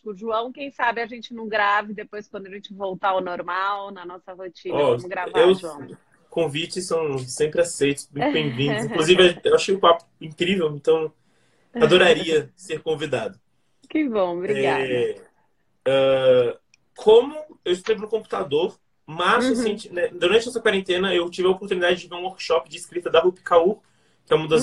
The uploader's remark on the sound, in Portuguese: Direto do isolamento, em sua casa em Brasília.